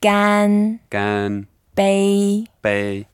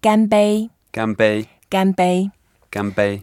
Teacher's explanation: Keep the flat tone the whole way through. · Term: first tones